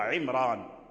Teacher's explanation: مع أنه تقدم الراء تقدم عليه كسر، العين مكسورة عمران، ومع ذلك فهو مفخم بلا خلاف